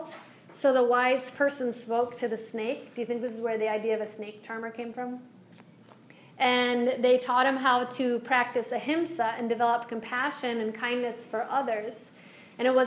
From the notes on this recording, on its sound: This is a live excerpt. Lecture for a group of wellness professionals.